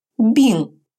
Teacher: Носовая финаль «ин» произносится как сочетание русских звуков «ин», только звук «н» носовой, как в слове «болеть» – «бин».